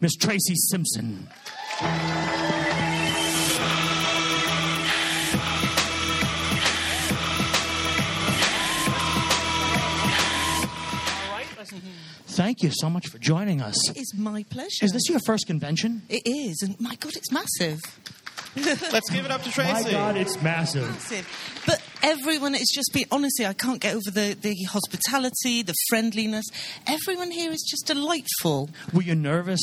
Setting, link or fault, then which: setting, live audience